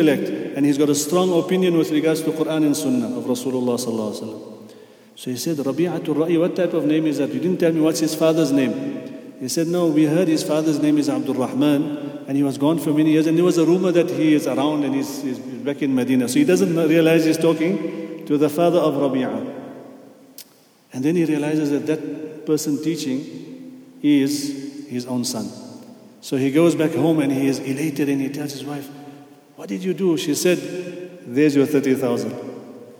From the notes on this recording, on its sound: at the Houghton Masjid (West Street)